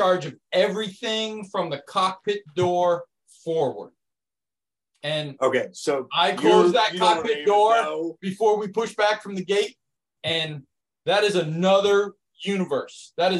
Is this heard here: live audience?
no